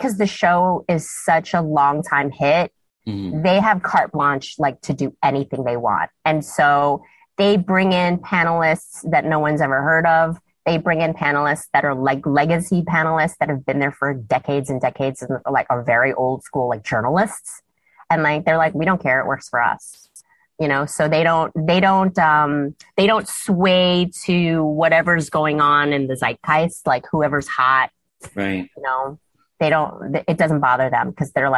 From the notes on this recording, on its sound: sat down with me over Zoom